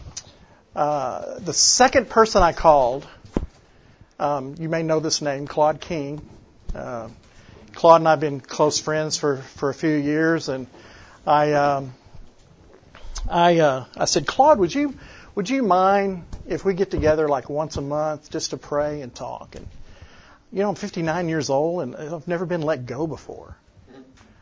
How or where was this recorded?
live audience